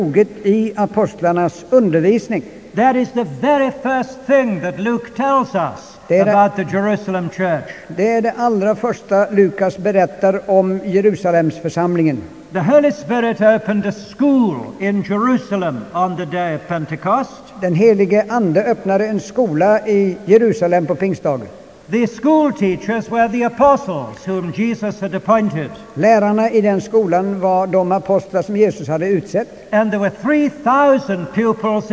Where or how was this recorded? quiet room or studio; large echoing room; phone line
large echoing room